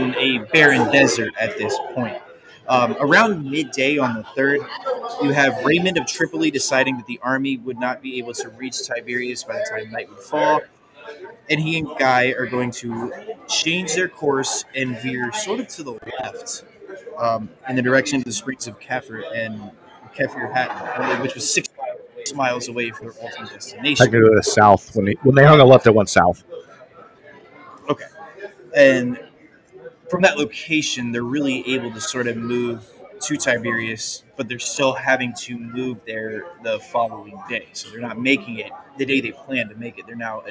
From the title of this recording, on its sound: History Happy Hour Live at The Pub